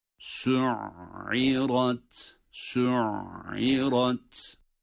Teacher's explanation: Burada ayn harfinde sesin yarı akış, yarı gizlenme gibi. Su'irat, su'irat.